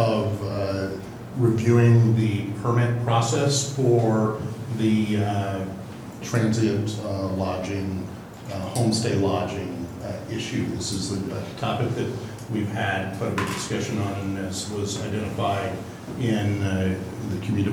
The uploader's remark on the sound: Live recording of Astoria City Council Meeting